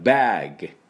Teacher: G の音はグッ、喉をグッって鳴らすだけ。その時に歯を噛んではいけません。バッグって噛んでは喉の音が相手に聞こえないんで、小指を軽く噛むぐらいちょっとのあの歯を開けといてゲッゲッゲッゲッってなんかこう飲み込む時のようにゲッゲッゲッゲッ喉の音を相手に聞かせます。だからバーグ、この時バーグ